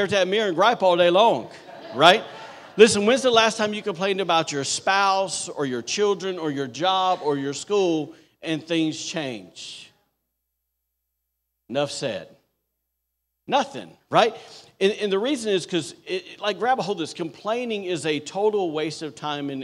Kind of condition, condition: setting, large echoing room